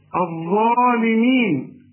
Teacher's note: الظالمين أعلى درجات التفخيم، الحرف المفخم اللي بعده ألف